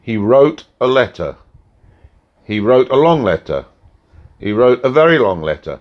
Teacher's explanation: Now, you will hear that the time between wrote and letter is about the same. But we are adding other words, other unstressed words, but we are saying them quicker to fit them in · the length of time between stressed syllables is usually about the same. And if we have more unstressed syllables between the two stressed syllables, we need to talk quicker to fit them in between. · Term: stressed timed language